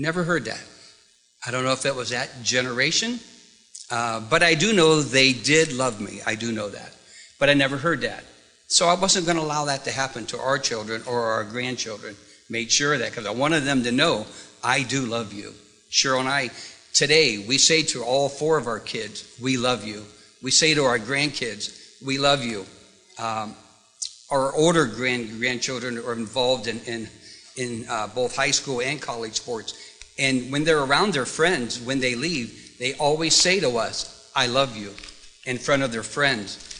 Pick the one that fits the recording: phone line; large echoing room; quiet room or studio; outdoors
large echoing room